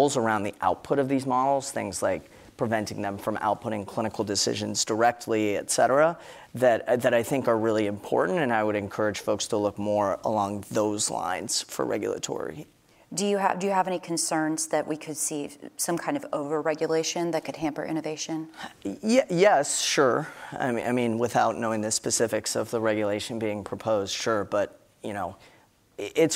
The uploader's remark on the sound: Conversations recorded on Tuesday, February 6, 2024 at "The Futurist: The Rise of AI" event.